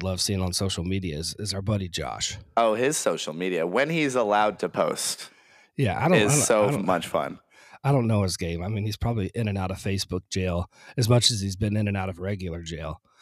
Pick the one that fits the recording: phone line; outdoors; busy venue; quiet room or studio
quiet room or studio